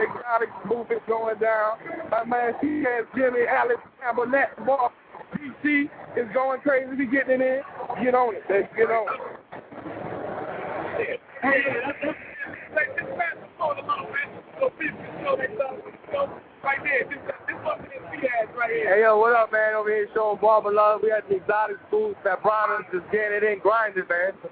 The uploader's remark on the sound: Live from the Floor of the Bronner Bros Show